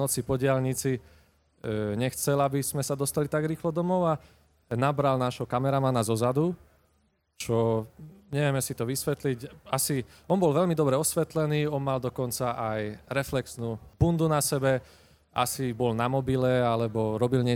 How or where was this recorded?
live audience